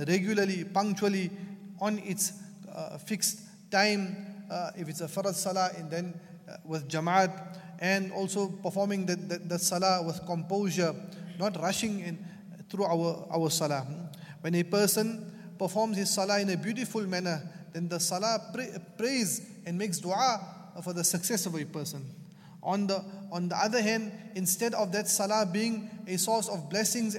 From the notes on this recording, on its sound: at the Houghton Masjid (West Street)